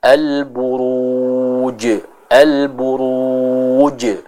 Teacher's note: Juga dia memiliki sifat jahar sehingga tidak ada udara atau nafas yang keluar dari pengucapan huruf jim tersebut ya.